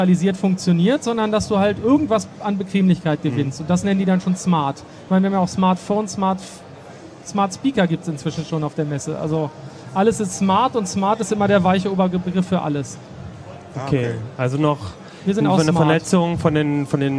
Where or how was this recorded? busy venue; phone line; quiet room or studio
busy venue